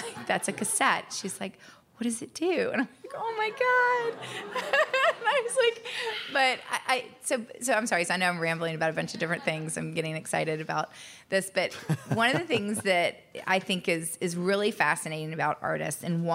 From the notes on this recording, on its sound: The most applause-laden interview in the show’s history on location. This live audience episode is powered by Peerspace.